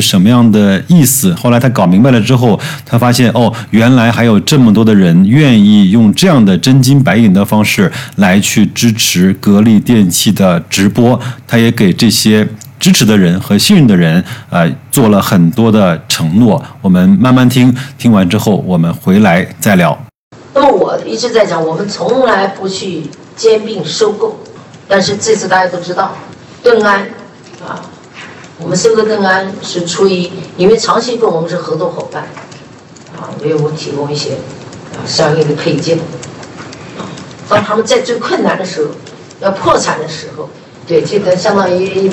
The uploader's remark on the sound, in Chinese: 格力电器2021股东大会实况录音